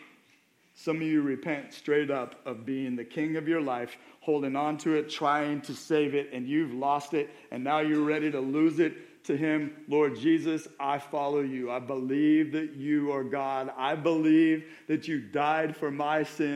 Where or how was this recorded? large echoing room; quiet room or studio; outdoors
large echoing room